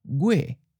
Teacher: So note that our last word, gui, which ends in an H, in the general southern accent, it may sound almost like a high falling